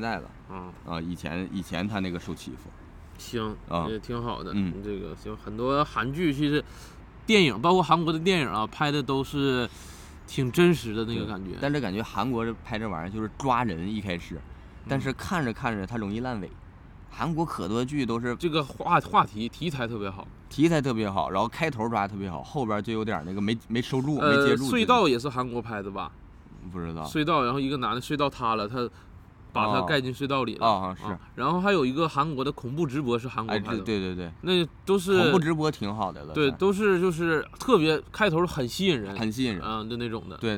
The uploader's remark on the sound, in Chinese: 这一期我俩录制条件有点特别，在公园录的，过程中刮风又下雨的，大家听着可能会有点奇怪